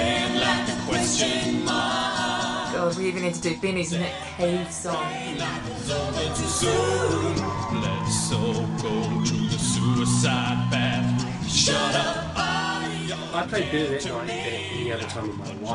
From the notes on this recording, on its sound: Live at the Gold Guitars. Under special commission from RNZ.